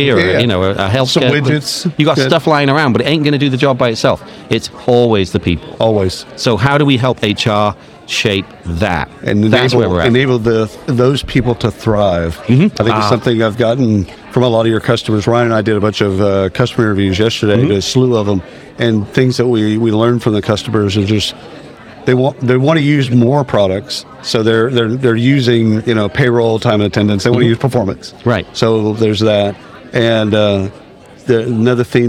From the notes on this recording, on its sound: travels to the isolved Connect User Conference in Palm Springs